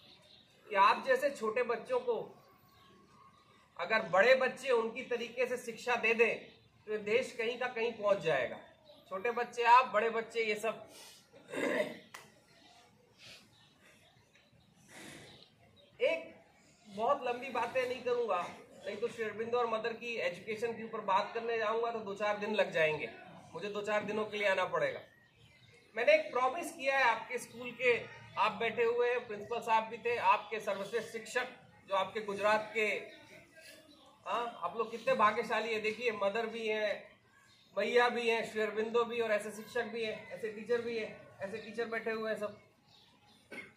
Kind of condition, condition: setting, outdoors